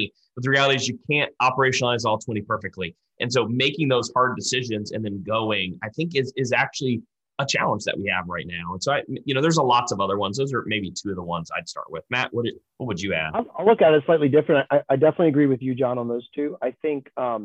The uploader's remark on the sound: We spoke to a panel including three clinical trial experts in a live webinar.